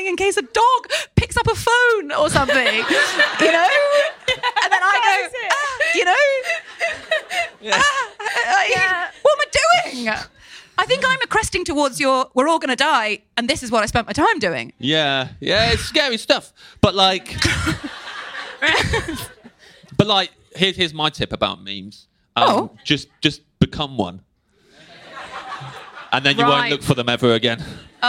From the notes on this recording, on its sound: Live at Soho Theatre. Recorded by Soho Theatre.